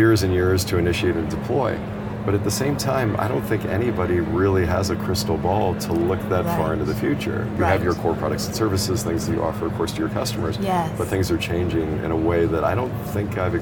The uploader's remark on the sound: studio on the road (again) to the 2023 HR Technology Conference & Exposition , held October 10–13 in Las Vegas